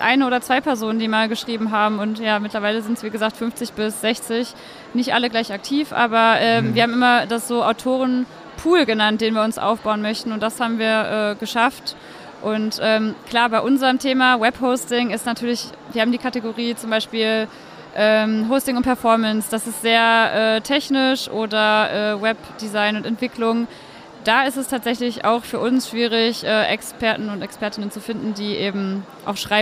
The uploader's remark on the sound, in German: live und direkt auf der OMR 2022